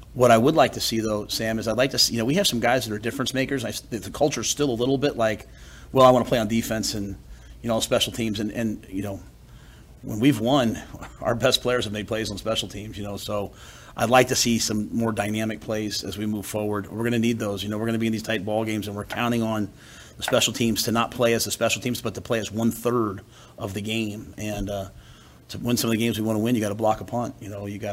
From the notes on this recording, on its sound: Monday press conference